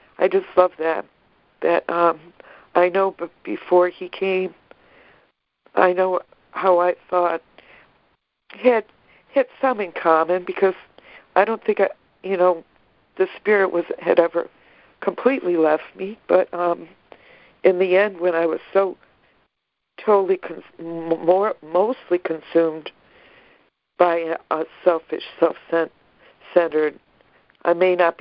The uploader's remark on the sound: ACIM Daily Conference Call.